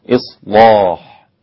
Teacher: وهنا زاد ورش تغليظ اللام وانفرد بها